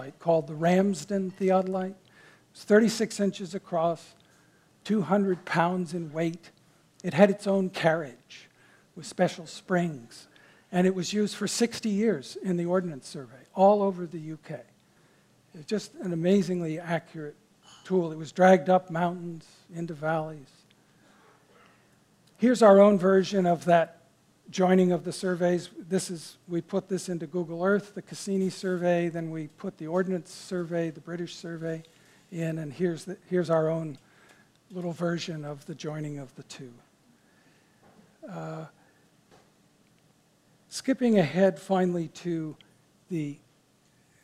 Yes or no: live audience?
yes